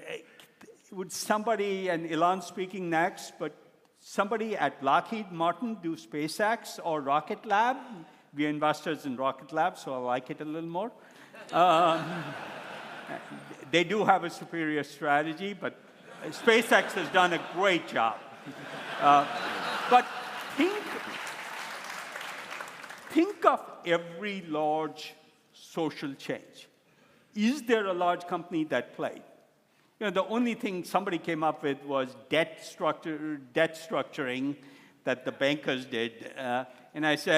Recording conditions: live audience